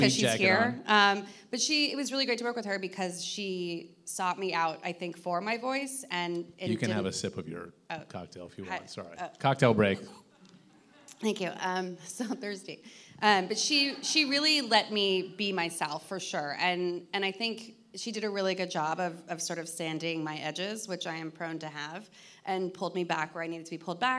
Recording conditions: live audience